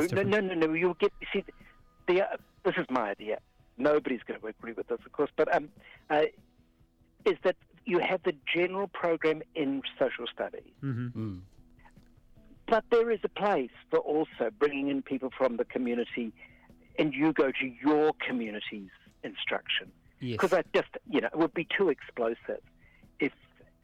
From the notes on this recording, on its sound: chimes in over the telephone